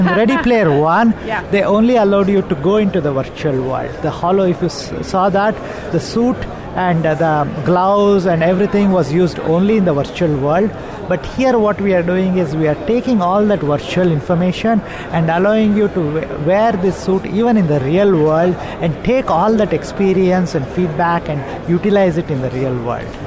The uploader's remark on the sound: Live From The Show Floor of AWE2018.